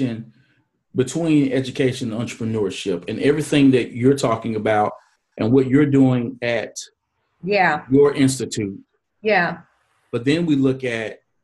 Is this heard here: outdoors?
no